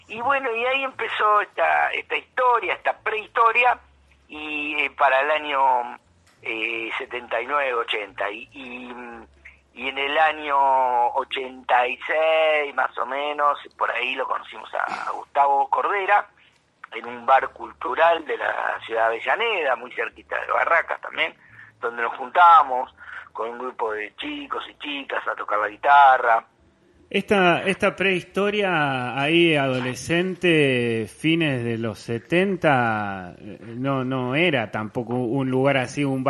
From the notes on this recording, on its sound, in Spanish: Charla Telefonica